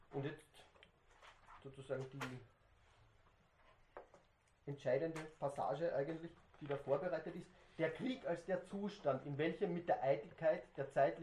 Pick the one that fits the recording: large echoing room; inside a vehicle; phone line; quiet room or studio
large echoing room